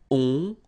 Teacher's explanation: You don't pronounce the final T, so you get the nasal on.